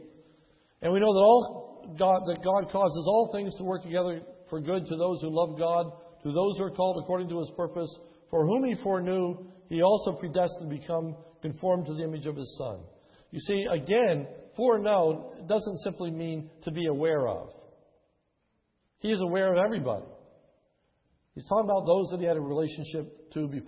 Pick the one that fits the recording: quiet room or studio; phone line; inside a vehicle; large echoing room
large echoing room